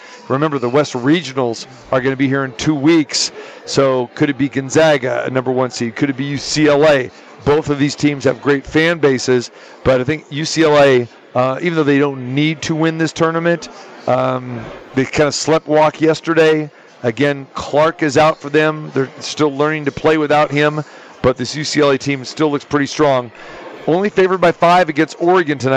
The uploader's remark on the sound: Live From the Westgate Las. Vegas Super Book